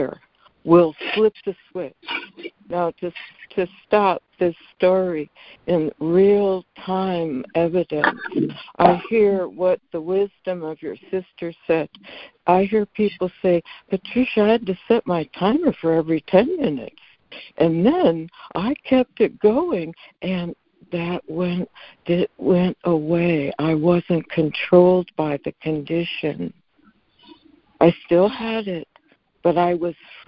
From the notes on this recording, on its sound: ACIM Daily Conference Call.